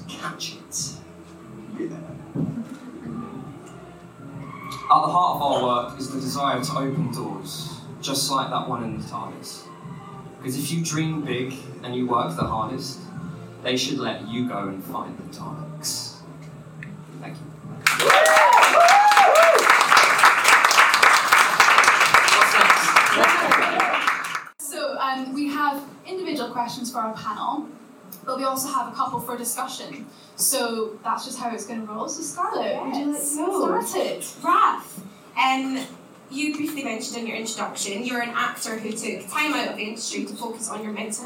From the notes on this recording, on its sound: We bring you the best bits from our second LIVE panel event. This event was recorded at Singeasy in Piano Works West End on Sunday 26th May.